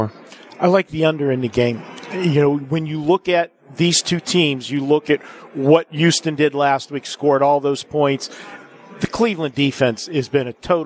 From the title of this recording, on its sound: Live from the Super Book at the Westgate Las Vegas